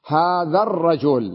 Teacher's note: لما وصلنا هذا بالرجل لم نلفظ ال